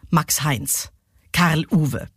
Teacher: Der Spondeus also besteht eben aus zwei betonten Silben